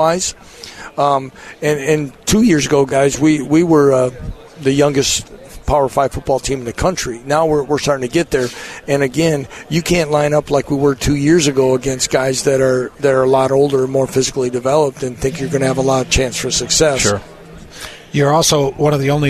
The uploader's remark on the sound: live from Big 12 media days